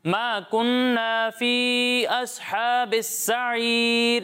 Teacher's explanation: فی اصحاب یہاں پر مد منفصل ہو رہا ہے تو اسے آپ دو یا پھر ڈھائی الف کے برابر کھینچیں گے